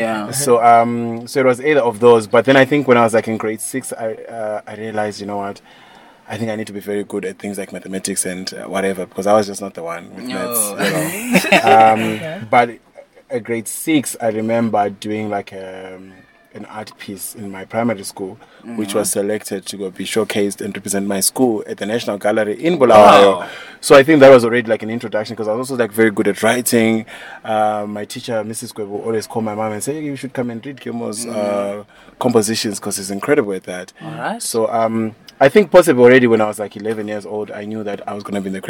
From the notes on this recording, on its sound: on the sidelines of The European Film Festival